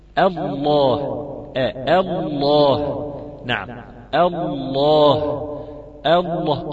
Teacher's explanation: حرف اللام لا يجري الصوت تماما ولا ينحبس تماما، ويحدث فيها توسط